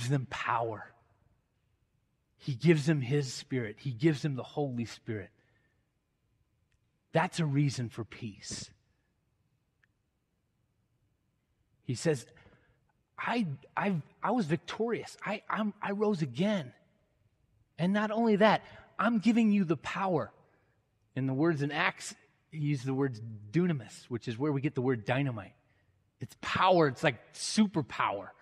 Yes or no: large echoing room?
yes